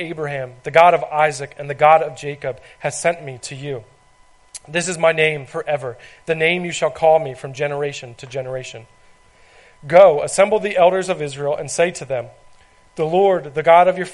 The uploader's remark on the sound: This is recording of a message I gave at Hope Christian Fellowship.